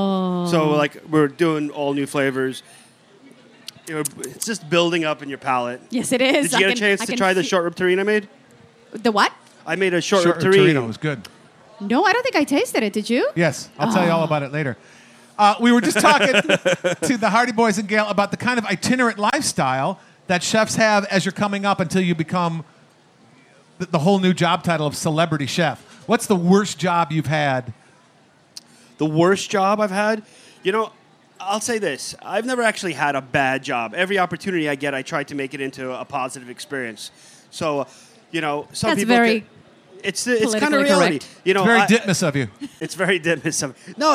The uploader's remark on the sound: Broadcast LIVE from the 2014 Food and Wine Festival Palm Desert. Broadcast LIVE from the 2014 Food and Wine Festival Palm Desert.